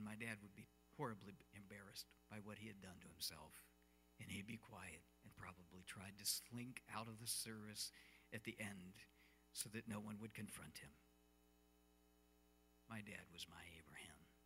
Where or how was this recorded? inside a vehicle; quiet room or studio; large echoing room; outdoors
large echoing room